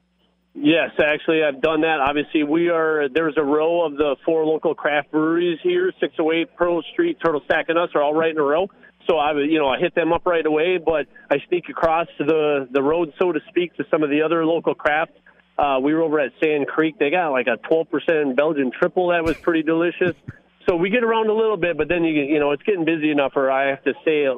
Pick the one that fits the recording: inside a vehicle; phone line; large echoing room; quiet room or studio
phone line